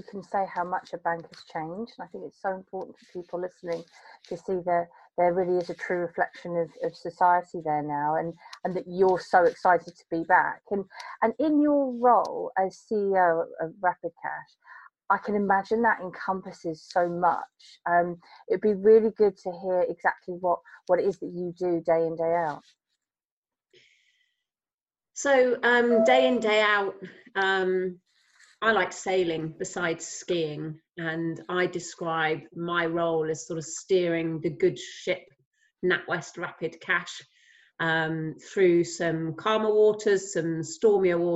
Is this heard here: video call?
yes